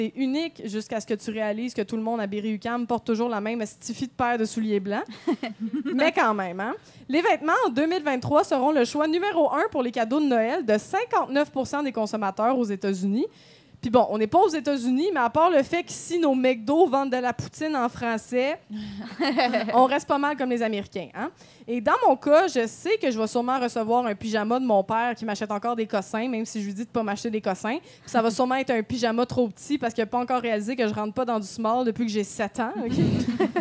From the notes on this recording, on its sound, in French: Enregistré devant public au Café Tuyo à Montréal mercredi le 6 décembre 2023.